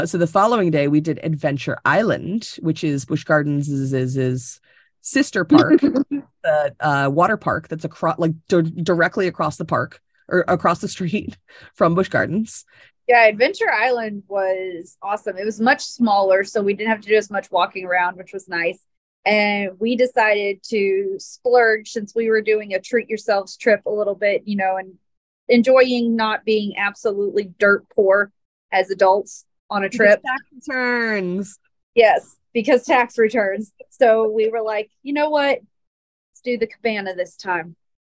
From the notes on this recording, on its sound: This episode was recorded over Zoom, and is more of a conversation than our normal style.